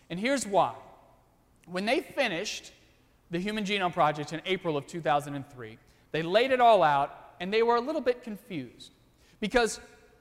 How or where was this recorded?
large echoing room